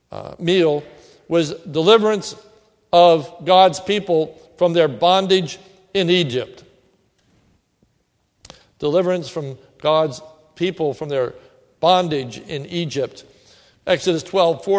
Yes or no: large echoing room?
yes